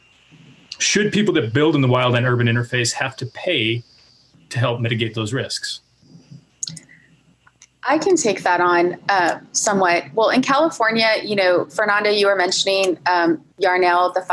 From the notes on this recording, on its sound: this Zócalo/Huntington-USC Institute on California and the West event was held on Zócalo’s YouTube and Twitter channels.